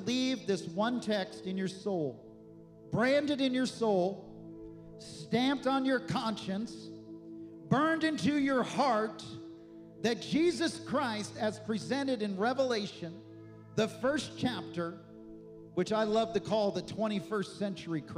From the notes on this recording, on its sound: This message was recorded on Sunday, February 25th, 2024 at Gateway Church in Richmond, Indiana.